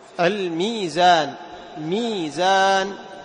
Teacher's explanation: الميزان في الألف لك التوسط والطول، وليس لك في الياء التوسط والطول